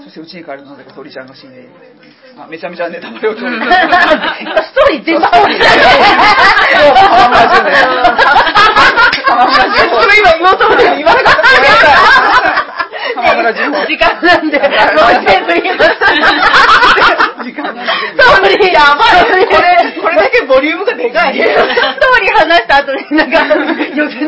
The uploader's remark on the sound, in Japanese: 公開収録イベント「少女漫画座談会」の後編です。